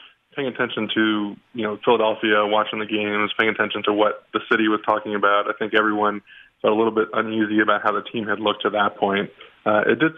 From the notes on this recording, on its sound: Phone Calls